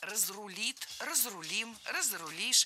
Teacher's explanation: Опять же, ударение ставим за корнем.